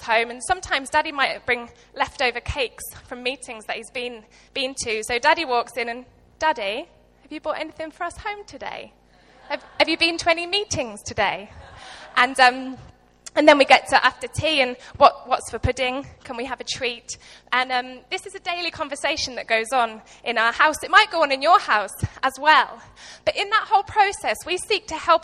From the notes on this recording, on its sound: Recorded live at Life Church Lancashire